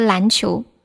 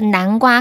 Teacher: 兰花的兰和男生的男这两个音，就是南瓜和篮球，一个边音，一个鼻音的区别